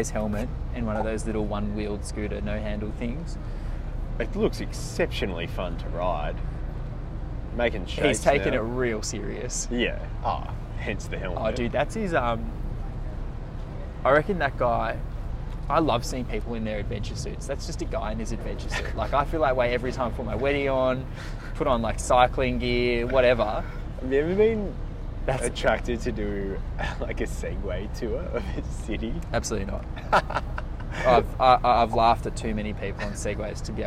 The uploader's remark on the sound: live from Barangaroo boardwalk!